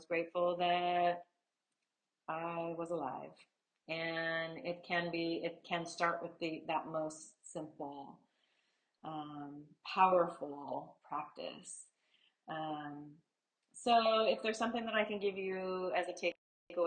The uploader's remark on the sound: Sorry the audio isn't the greatest but learning as I go.